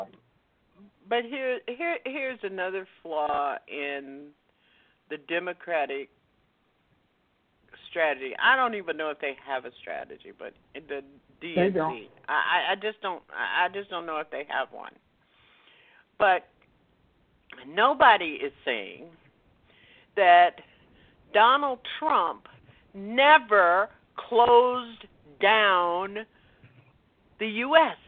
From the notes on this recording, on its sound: Listeners who "call-in" via telephone.